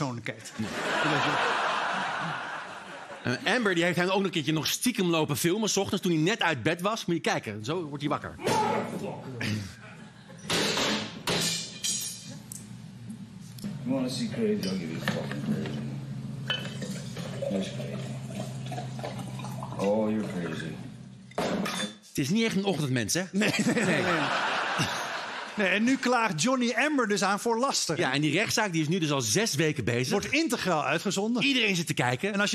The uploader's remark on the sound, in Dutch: Alles is weer terug bij het oude: live-publiek, de muzikale gast.